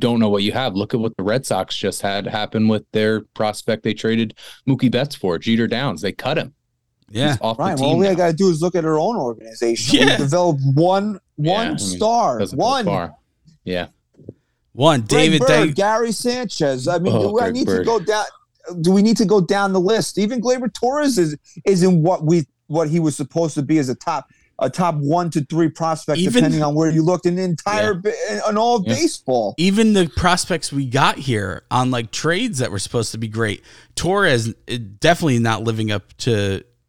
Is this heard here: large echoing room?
no